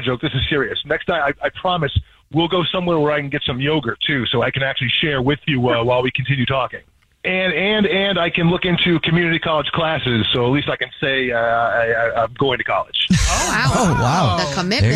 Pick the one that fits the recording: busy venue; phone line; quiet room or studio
phone line